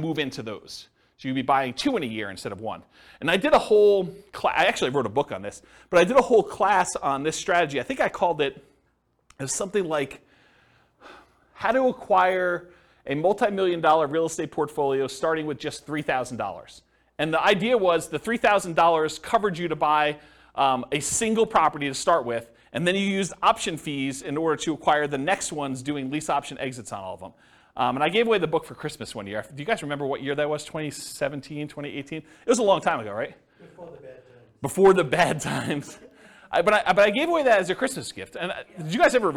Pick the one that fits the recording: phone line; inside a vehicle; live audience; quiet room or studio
live audience